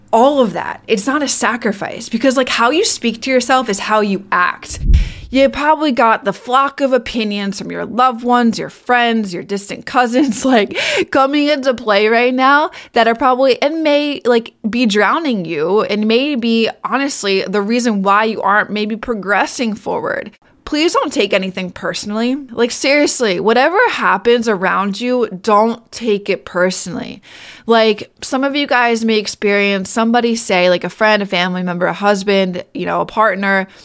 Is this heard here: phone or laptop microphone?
no